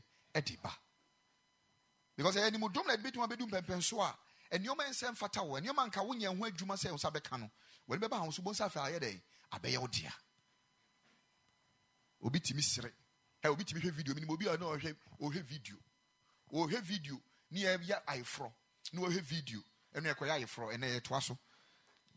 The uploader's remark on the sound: Preached at the Ekklesia Chapel